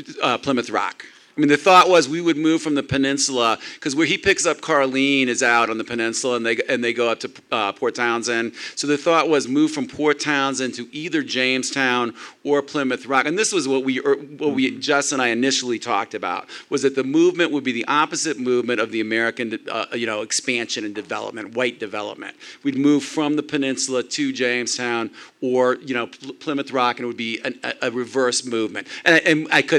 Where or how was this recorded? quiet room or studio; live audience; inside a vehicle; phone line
live audience